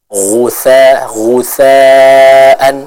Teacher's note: huruf ghoin ini keluar dari tenggorokan bagian atas